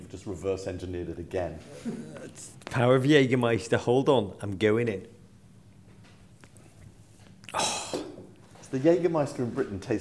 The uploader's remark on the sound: Live in Liverpool